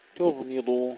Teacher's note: ترقيق التاء ثم تفخيم الغين والضاد